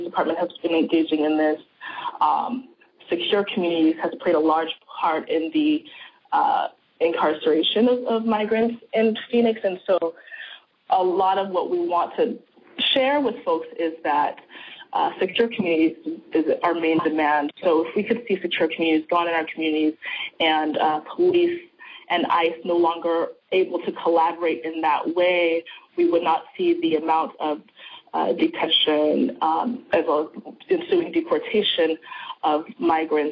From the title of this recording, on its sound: Full Conference Call